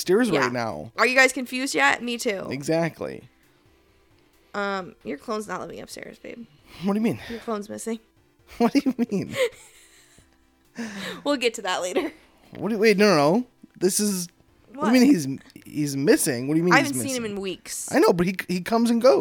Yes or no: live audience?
no